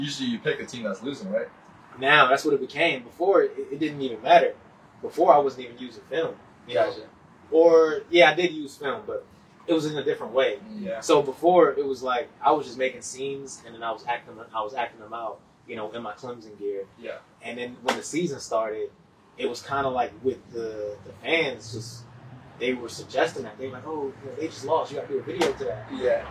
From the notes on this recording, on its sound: Technical difficulties with audio until 21:05